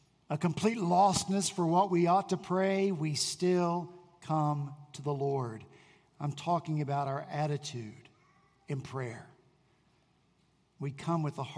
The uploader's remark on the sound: At Redeemer Presbyterian Church in Charleston, SC